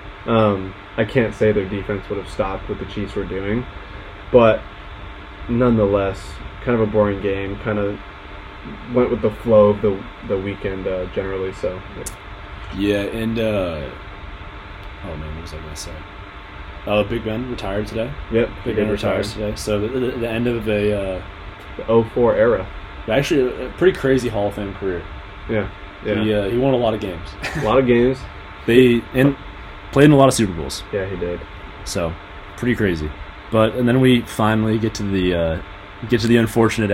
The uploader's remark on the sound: There is some background noise that occurs throughout the recording. We apologize for this unfortunate technical difficulty.